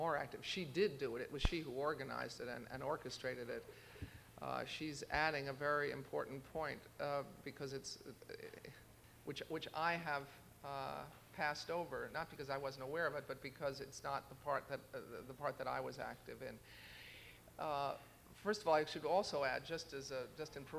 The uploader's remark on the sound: In a press conference at the International Congress of PEN in Korea